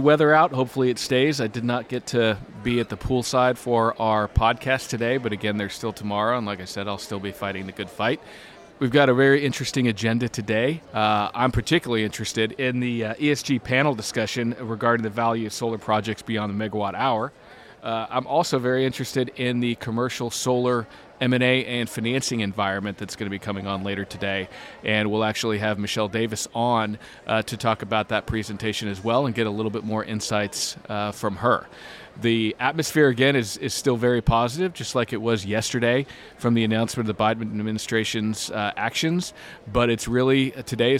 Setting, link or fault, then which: setting, busy venue